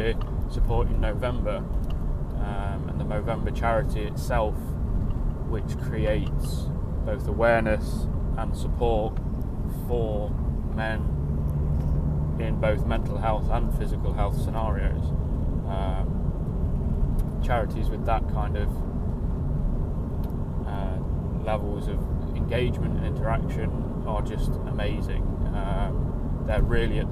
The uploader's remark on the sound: Recorded in the car during a commute to work, the audio isn't perfect.